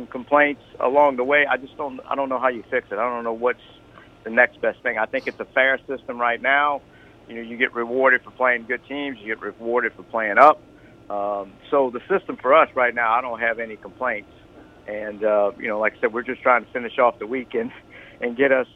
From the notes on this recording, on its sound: going to the phone lines